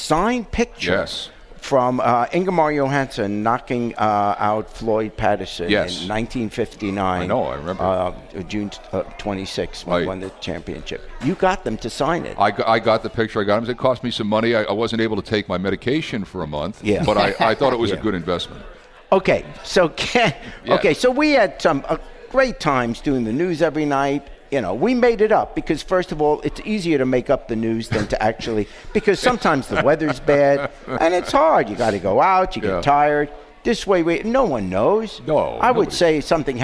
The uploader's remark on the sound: The podcast celebrates the Reds Opening Day on location at a festive art gallery inspired by Reds baseball cards.